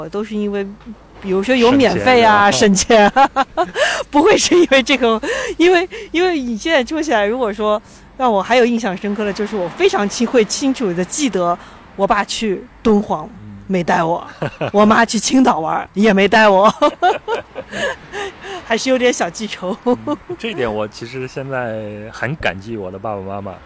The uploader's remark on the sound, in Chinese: 录制地点在北京房山区大石河畔，您能听到树上的蝉鸣、马路上的车声和不远处游泳的小孩子们的喧闹。